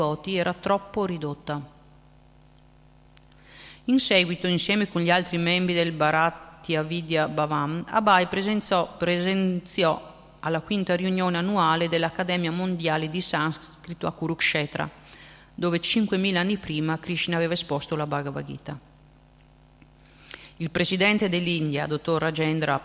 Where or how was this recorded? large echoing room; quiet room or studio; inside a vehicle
large echoing room